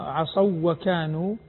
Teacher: إدغام الواو بالواو هنا ليس فيه غنة